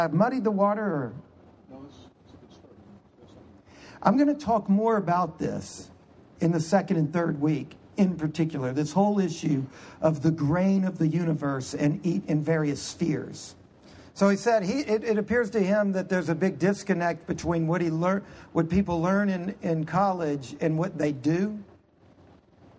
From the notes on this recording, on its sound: Q&amp;A portion of Lecture 1 of 4